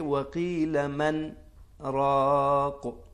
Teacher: لیکن چونکہ یہاں جو ہے ہمیں رکنا ہے، ہمیں یعنی سانس جاری رہے لیکن لفظ یہاں پر ٹوٹنا ہے، دونوں لفظ الگ الگ پڑھے جائیں، الگ پڑھیں گے تو لہٰذا راہ پہ اب تشدید نہیں آئے گی